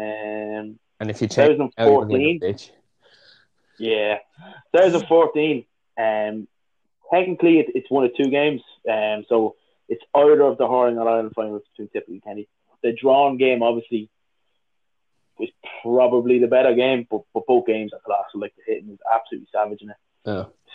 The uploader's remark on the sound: Apologies for some poor audio throughout owing to dropping signal during the call.